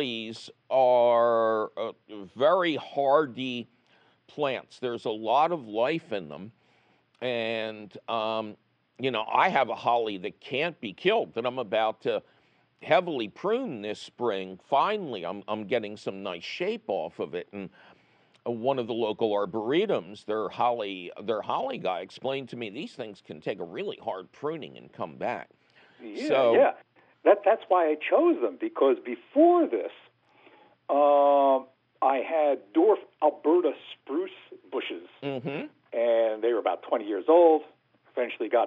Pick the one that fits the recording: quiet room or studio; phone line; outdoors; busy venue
phone line